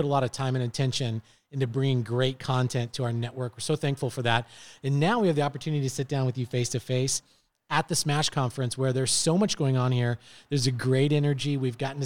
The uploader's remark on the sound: This episode was recorded at SMASH Sales and Marketing Summit 2023.